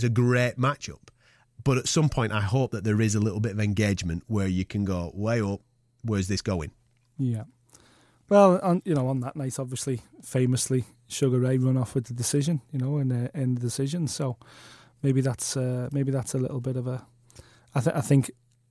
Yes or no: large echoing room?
no